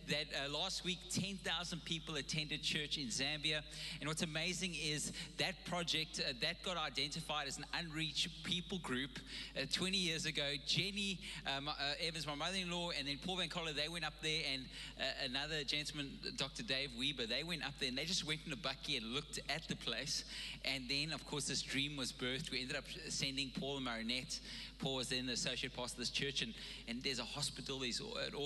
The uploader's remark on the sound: Recorded live on Sunday the 31st October 2021